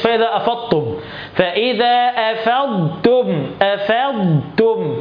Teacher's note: لازم ابين الضاد والتاء بالاستطاله بتاعه الضاد